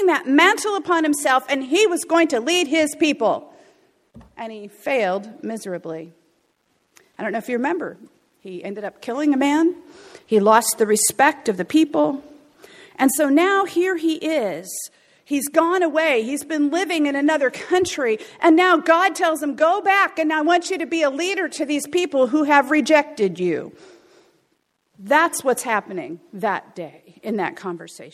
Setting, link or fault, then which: setting, large echoing room